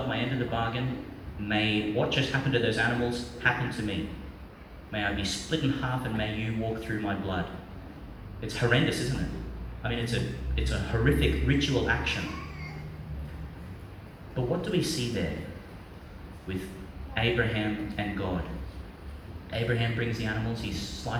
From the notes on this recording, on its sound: Homily for the Second Sunday of Lent, 2022, delivered in Our Lady Star of the Sea, Gladstone, Qld.